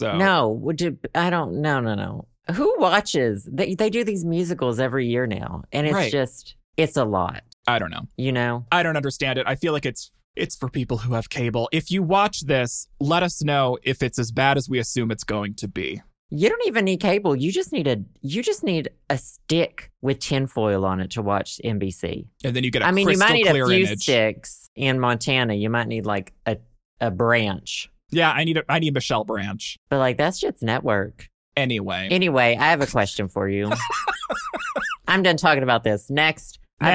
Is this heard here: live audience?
no